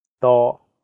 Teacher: The first character is in high flat tone, first tone.